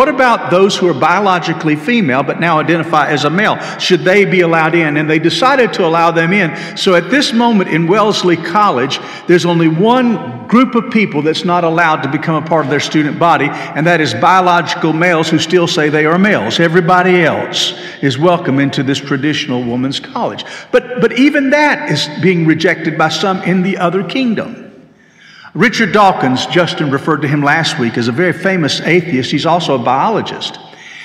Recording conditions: large echoing room